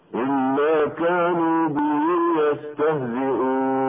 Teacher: ولا يخفى ان مد البدل يمد بمقدار حركتين فقط من رواية حفص، اما المد العارض للسكون فلحفص فيه 3 أوجه مد: القصر والتوسط والاشباع